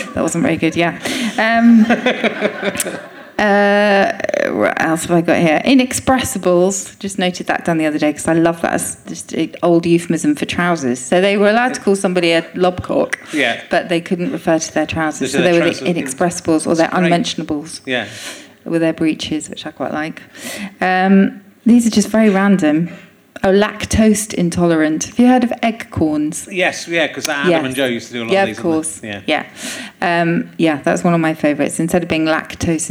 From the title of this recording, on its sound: Leicester Square Theatre Podcast